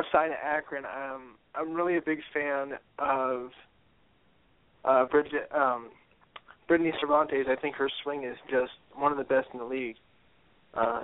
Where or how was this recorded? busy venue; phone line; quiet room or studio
phone line